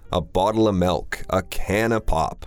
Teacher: with the of, a lot of the times we don't even bother pronouncing the F sound